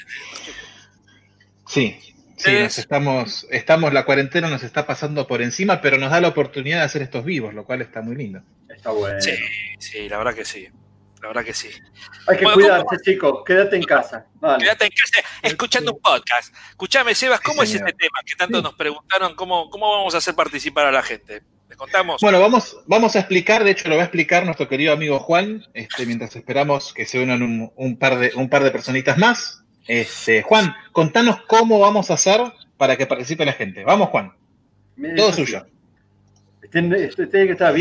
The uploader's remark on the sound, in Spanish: Tercera transmisión en vivo del Podcast "La Hora de la Nostalgia". Hablamos con varios de nuestros oyentes en vivo. Recuerden que este Episodio es una bajada en audio de una transmisión en vivo, así que quizás algunas cosas puedan no ser claras para el oyente.